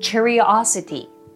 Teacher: 節は5つで Curiosity us, it になります。アクセントは O につくので curiosity になります